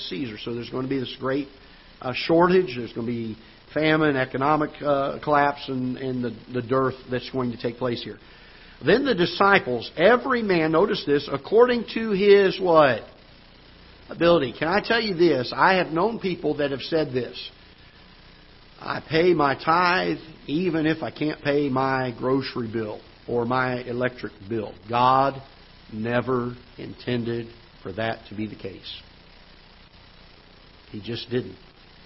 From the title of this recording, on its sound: Ketha Heights Baptist Church ~ Live Broadcast